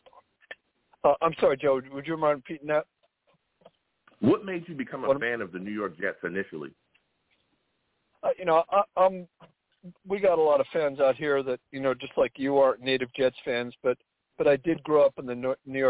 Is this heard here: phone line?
yes